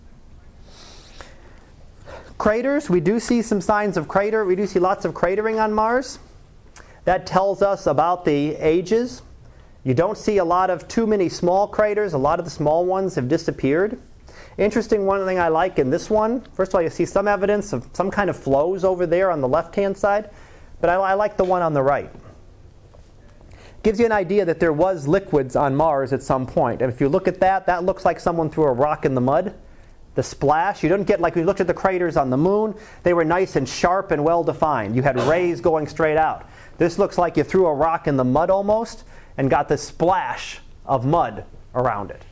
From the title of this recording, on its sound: Live Class Lecture